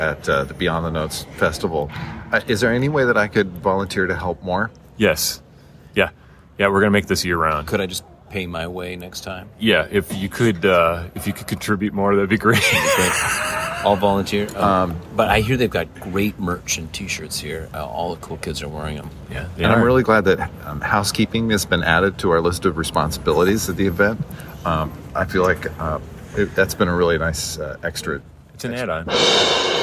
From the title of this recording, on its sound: LIVE from the 2023 BTN Festival